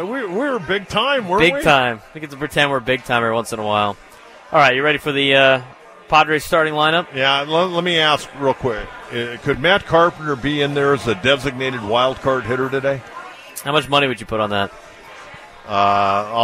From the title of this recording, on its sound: Live from The Loft at Petco Park